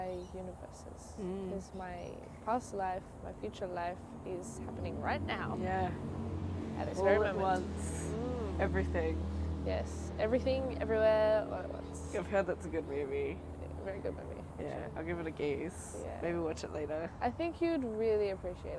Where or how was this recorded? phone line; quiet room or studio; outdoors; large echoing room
outdoors